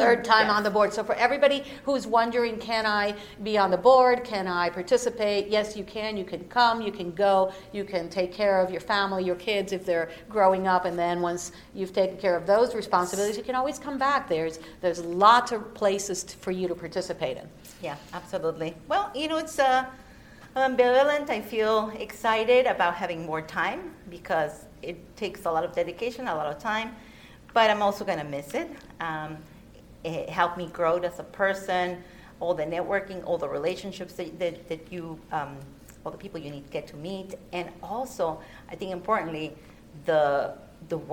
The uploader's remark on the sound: recorded at NAJIT's 43rd Annual Conference